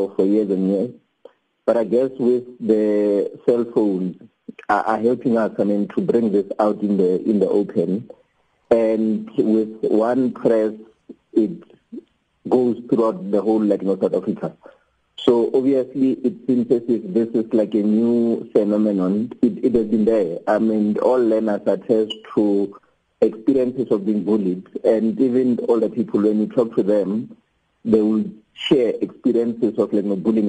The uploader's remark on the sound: we are joined on the line